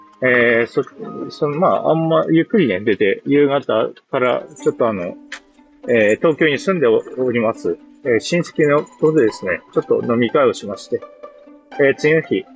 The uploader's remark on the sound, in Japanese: 元朝詣りからの帰りにイヤホンで収録しました。